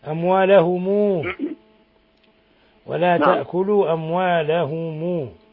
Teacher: في عندك صلة ميم الجمع عند ورش